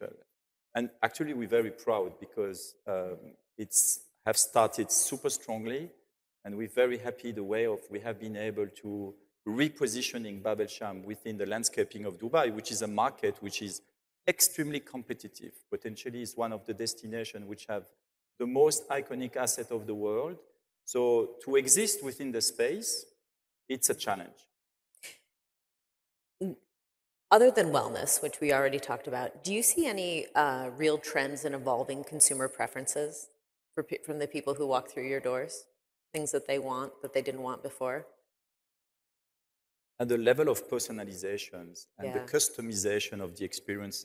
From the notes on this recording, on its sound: on stage in Dubai at Skift Global Forum East